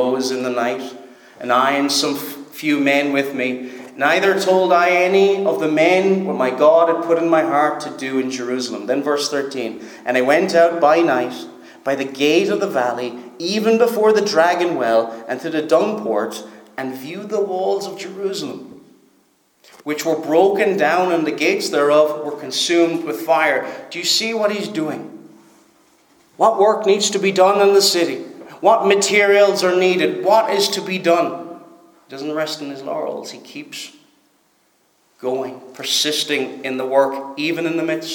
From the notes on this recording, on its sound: Preached at Stornoway Free Church -Continuing.